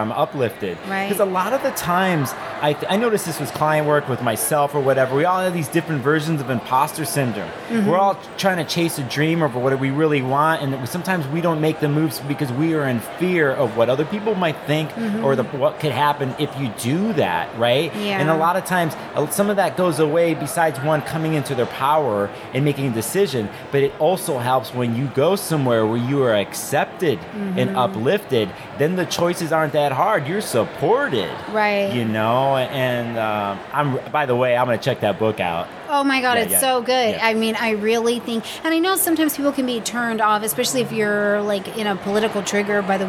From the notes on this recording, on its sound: This was recorded at the 2023 Northwest Astrological Conference.